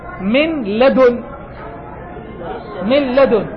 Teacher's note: تزول النون، تقرأ لام مشددة · Term: الإدغام